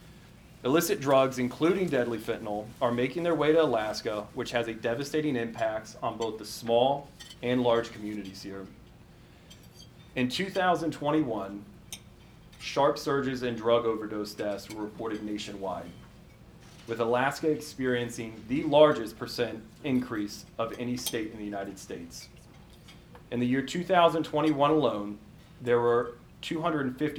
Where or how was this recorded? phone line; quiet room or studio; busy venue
busy venue